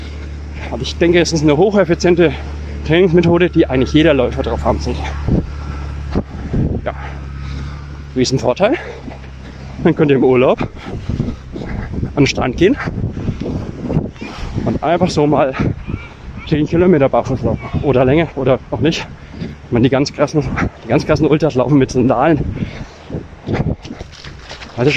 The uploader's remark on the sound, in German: Seid "quasi" live dabei, beim Barfuß laufen am Strand.